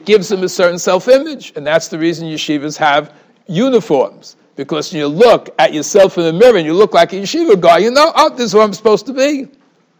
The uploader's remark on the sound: Shiur recorded in Yeshivas Ohr Reuven, Monsey, NY.